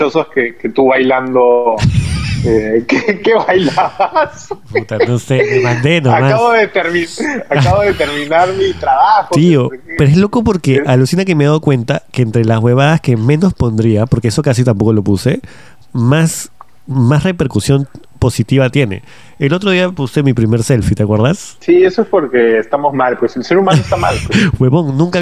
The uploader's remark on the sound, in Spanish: Llamé por teléfono